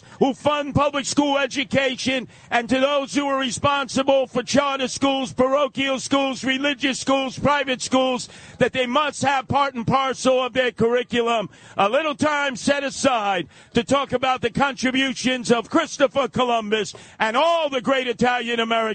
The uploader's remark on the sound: live from the Columbus Day Parade on the WABC Float